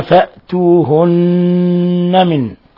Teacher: نون مشددة غن مقدار حركتين